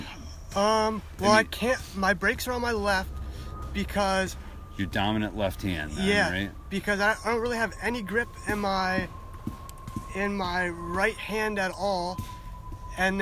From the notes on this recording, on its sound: This podcast interview was recording during the mid school bike swap and dig day, the place was hopping with volunteers and vendors